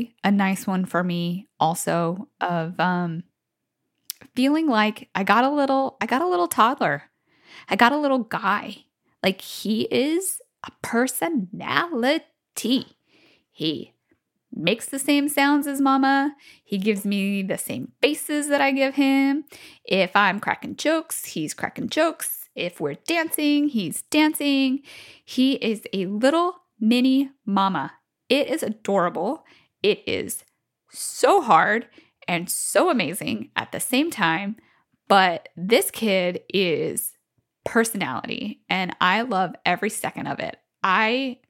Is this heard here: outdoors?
no